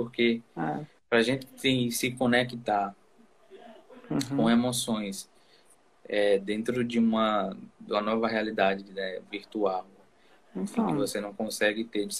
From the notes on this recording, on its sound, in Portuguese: Esse episódio surgiu de uma Live que fiz no instagram